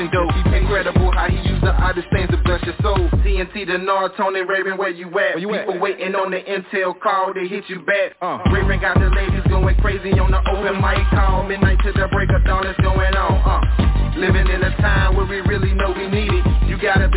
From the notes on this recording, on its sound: TNTSuperfantastic Conference Call